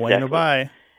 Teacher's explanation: it's bueno bye with the B barely pronounced, right? Pronounced like a W?